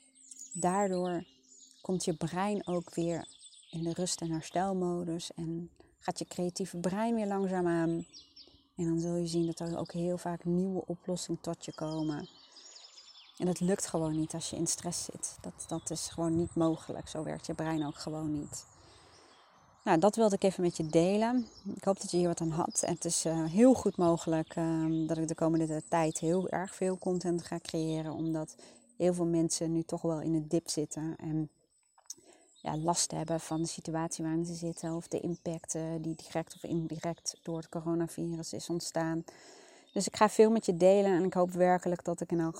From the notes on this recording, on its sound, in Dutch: Niet door mij maar door de achtergrondgeluiden!